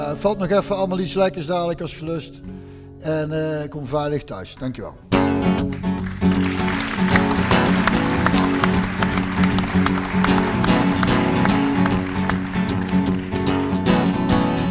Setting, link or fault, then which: setting, live audience